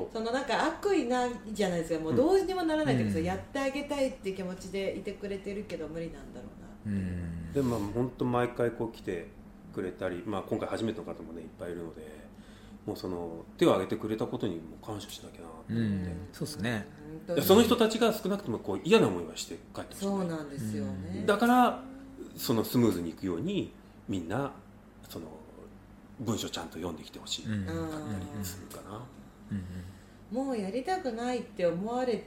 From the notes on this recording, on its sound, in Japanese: 101回目は、静岡県富士宮市にあるATCストアにて収録。収録でお邪魔したATCストアさんの情報は下記URLよりご覧ください。